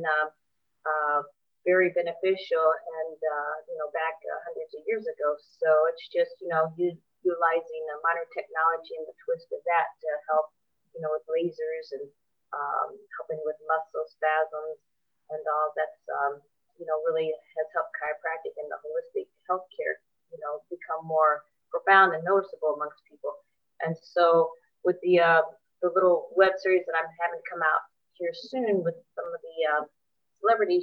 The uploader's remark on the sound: Recorded via Zoom